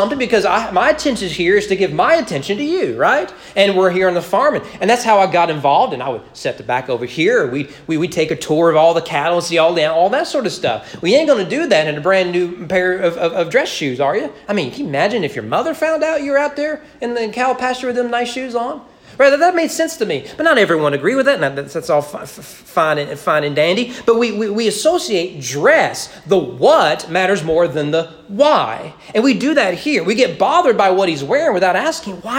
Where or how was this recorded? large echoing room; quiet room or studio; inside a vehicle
large echoing room